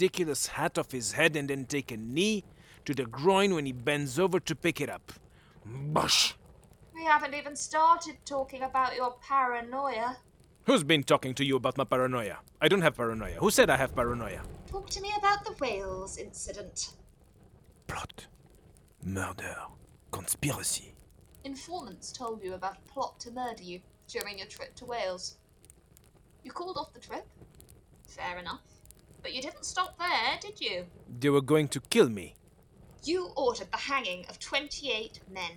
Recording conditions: poor sound quality